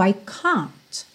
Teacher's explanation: no inglês britânico esse A costuma ser um pouquinho mais vertical.